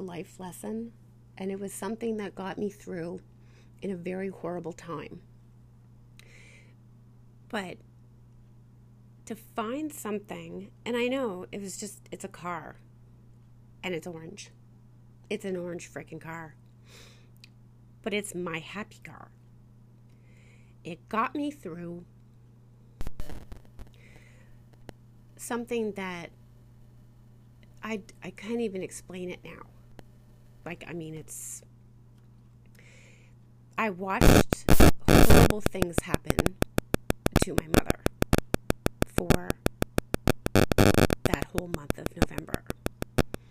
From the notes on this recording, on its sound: The sound is off, there is interference and I cry. This episode had so much technical difficulties.